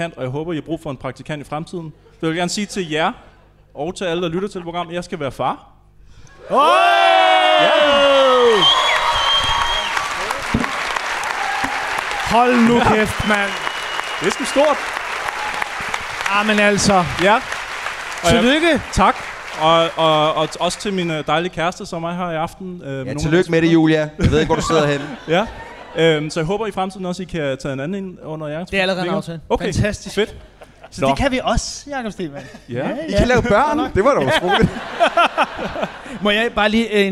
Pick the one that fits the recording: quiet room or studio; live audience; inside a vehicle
live audience